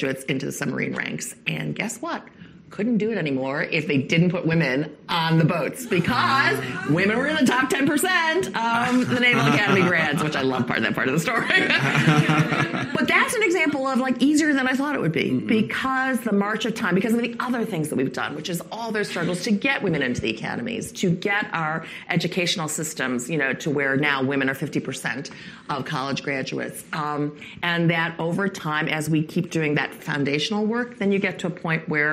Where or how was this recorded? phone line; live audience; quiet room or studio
live audience